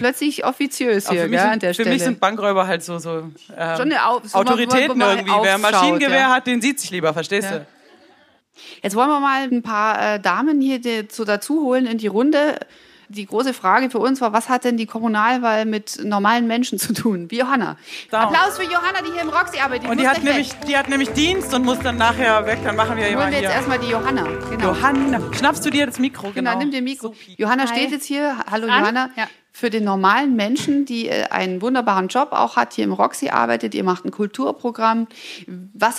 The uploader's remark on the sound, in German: Live aus Ulm. Der erste Live-Podcast.